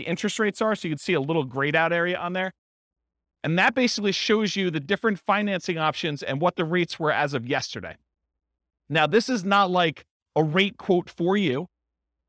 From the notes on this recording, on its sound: This was a live class recorded